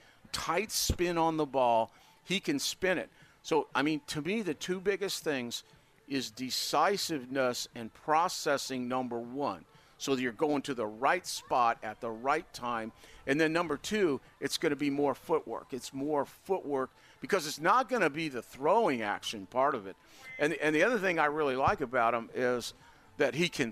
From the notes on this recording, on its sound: joins us live at Colts camp!